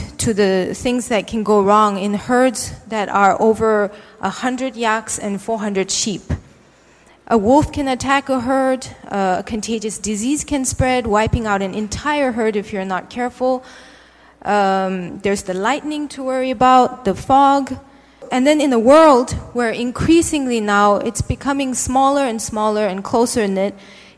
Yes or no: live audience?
yes